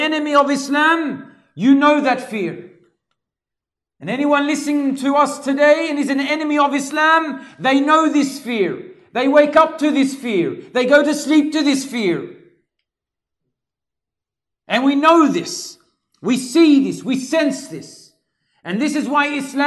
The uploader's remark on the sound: LIVE from ASWJ Auburn.